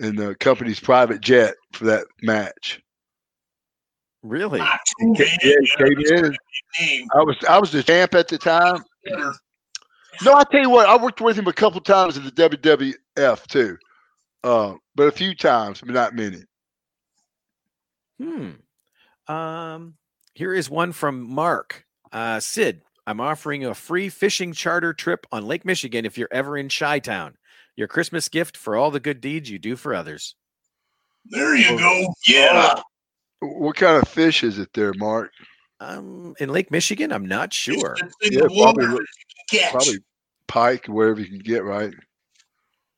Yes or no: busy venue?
no